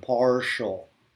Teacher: But if it's the retroflex S, as in partial, if you say the English word partial, you'll feel that your tongue curls back. The R makes your tongue curl back when you say the sh sound